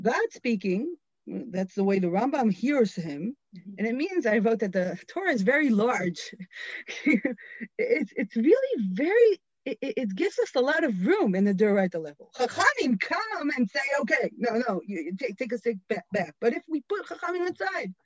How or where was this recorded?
video call